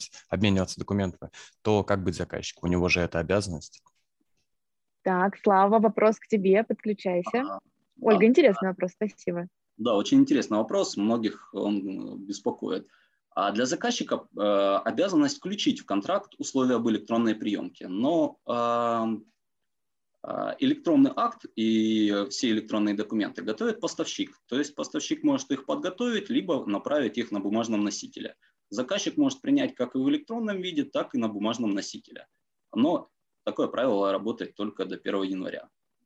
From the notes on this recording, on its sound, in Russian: Zoom-подкаст